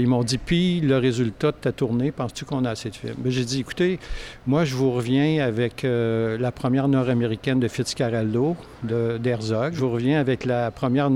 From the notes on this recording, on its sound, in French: Un épisode surprise enregistré ce weekend lors du 41ième festival de cinéma international de Rouyn-Noranda.